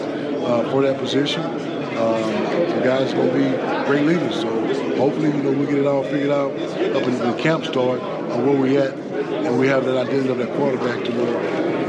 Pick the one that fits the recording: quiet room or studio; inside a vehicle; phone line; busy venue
busy venue